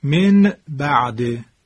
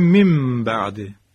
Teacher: در تجوید عبارت است از تبدیل کردن نون ساکن به میم ساکن. این کار زمانی صورت میگیره که نون ساکنه به حرف با برسه · Term: اقلاب